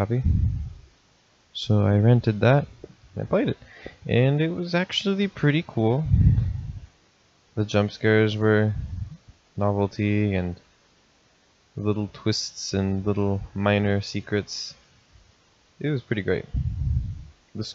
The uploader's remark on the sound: I'm still working on fixing the mic!